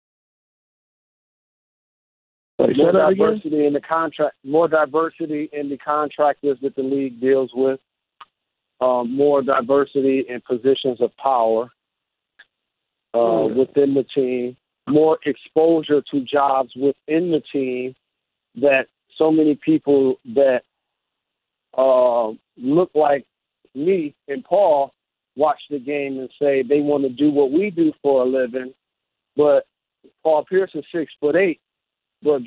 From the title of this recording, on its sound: NBA Conference Call